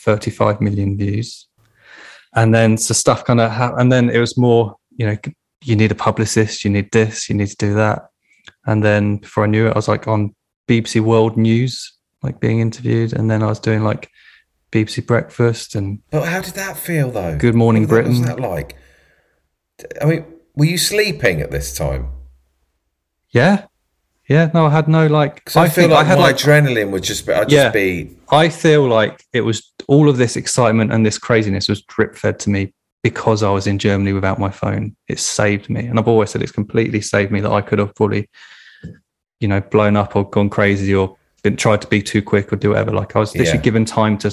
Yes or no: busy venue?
no